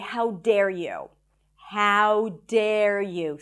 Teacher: Stresses on the dare